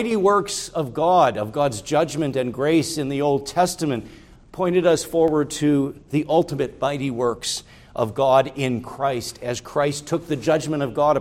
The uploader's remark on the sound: preached at Grace Orthodox Presbyterian Church in Sewickley, PA, during the evening Worship Service on Sunday, June 11, 2023.